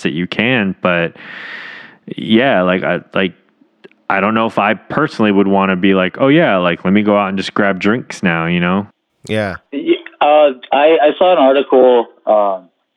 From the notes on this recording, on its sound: Jump on an impromptu conference call to check in on each other.